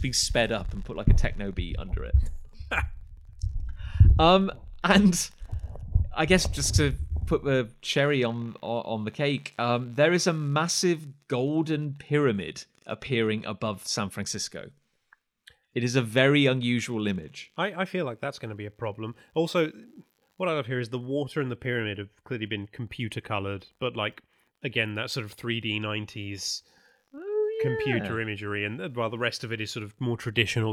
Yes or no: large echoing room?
no